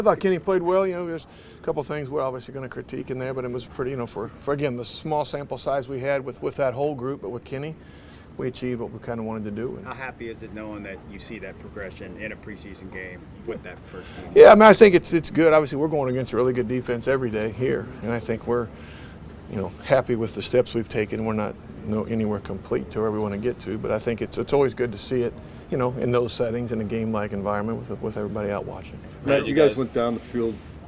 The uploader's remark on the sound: ITL Live from Steelers Camp Day 14.